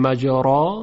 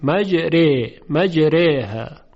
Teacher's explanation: در این حالت حرف را به جای اینکه تفخیم بشه ترقیق میشه · Shown in: second take · Term: اماله